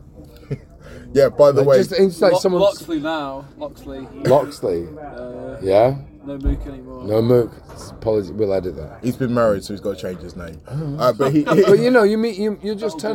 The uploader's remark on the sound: Seeing as I got to spend 9 glorious days on Worthy Farm this year, it felt like a great idea to take advantage of the wealth of DJs onsite and grab a few words. This interview was recorded minutes after his headline set at Platform 23 in Shangri-La at Glastonbury 2023.